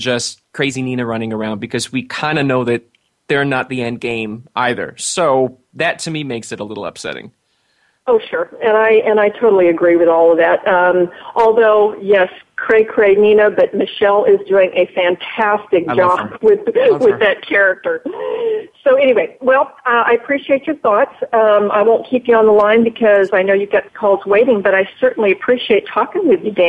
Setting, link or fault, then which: link, phone line